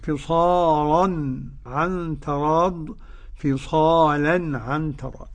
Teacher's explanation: قرأ ورش بتغليظ اللام المفتوح يبقى يخرج اللام المضمومة والمكسورة.